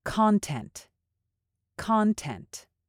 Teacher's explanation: because it's being used as a noun, you want to emphasize the first syllable.